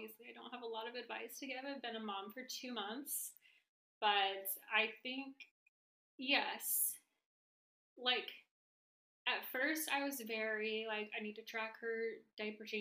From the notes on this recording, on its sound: Apologies for audio issues, I am a one woman production and sometimes things go awry! Did my best to fix it up for you all.